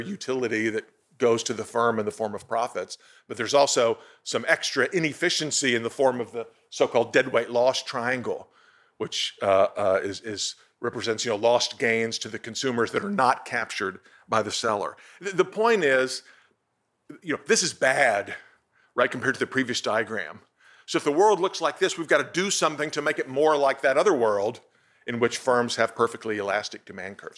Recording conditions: large echoing room